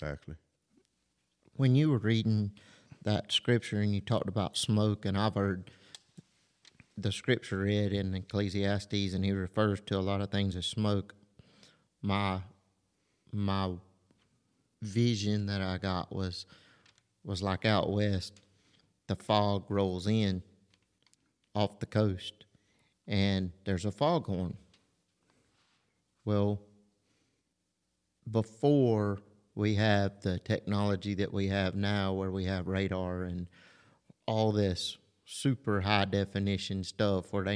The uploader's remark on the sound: The church where we are recording "Our Journey" podcast is on Our Grandpa's farm!